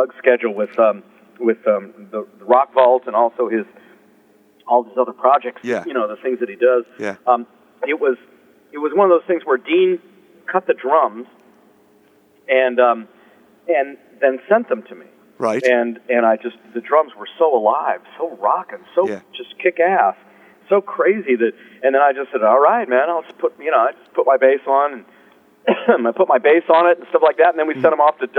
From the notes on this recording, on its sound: In this phone interview